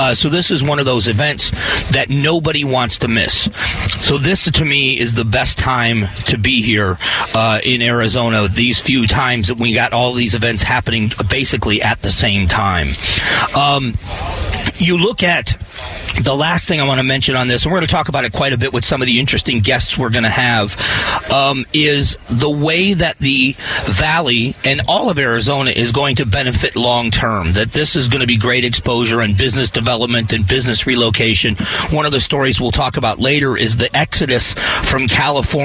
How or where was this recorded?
busy venue